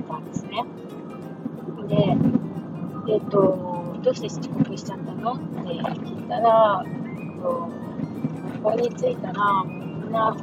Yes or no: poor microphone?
yes